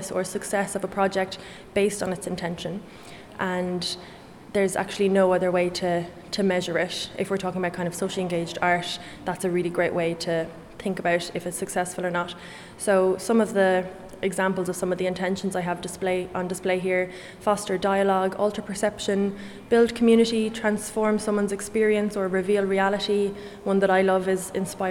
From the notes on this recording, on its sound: This episode was recorded at IMMA during the Earth Rising Festival 2023